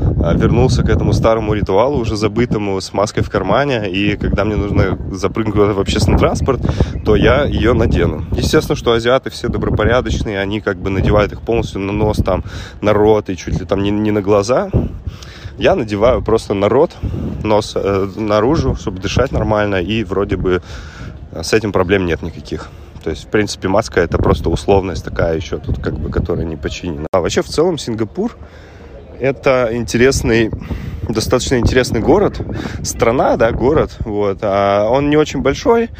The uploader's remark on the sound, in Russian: с шумом ветра на заднем плане, так как подкаст я записывал ходя вдоль набережной у Сентозы